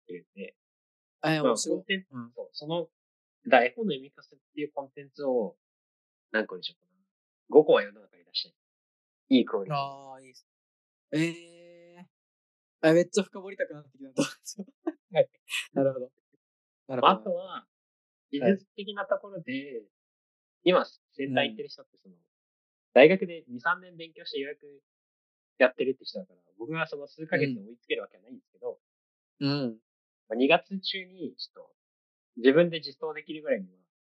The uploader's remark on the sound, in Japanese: zoom音質でお届けします。